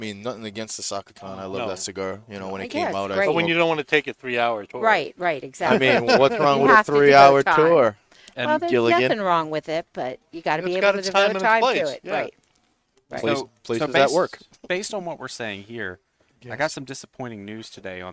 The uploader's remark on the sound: Recorded live from the 7-20-4 Lounge!